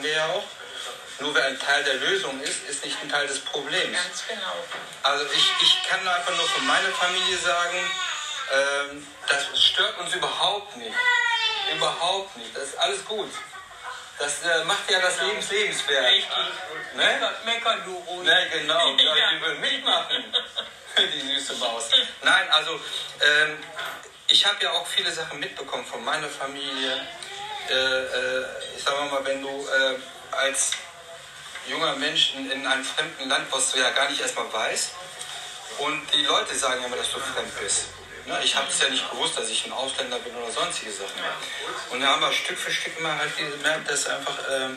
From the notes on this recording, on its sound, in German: Der LIVE im deinKult Café aufgenommen wurde. DeinKult Café, Karl-Denkhaus-Straße 11-13, 45329 Essen.